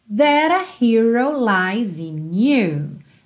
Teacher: a gente teve rarará nesse T do that para juntar com A